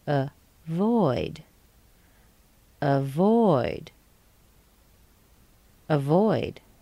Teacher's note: we have a weak stress, or a schwa, and a primary stress. But this time, the second syllable ends with a voiced consonant. So we're going to shorten the sound just a little bit.